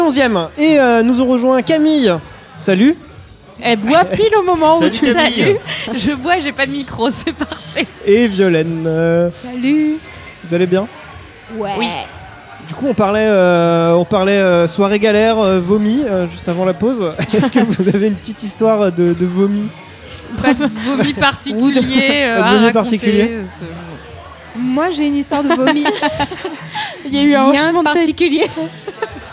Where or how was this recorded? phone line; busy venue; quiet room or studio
busy venue